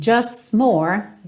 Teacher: É muito comum na palavra just você não pronunciar essa letra T. Você dá uma alongadinha no S e já junta na próxima palavra.